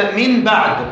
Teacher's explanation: لما كان النطق بالنون الساكنة قبل الباء عسرا وجب قلب النون ميما